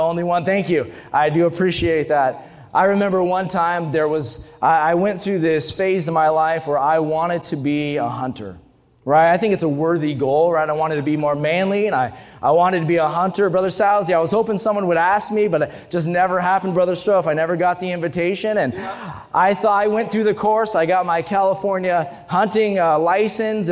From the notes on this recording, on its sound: during the Sunday Morning service on July 30, 2023, at North Valley Baptist Church in Santa Clara, California.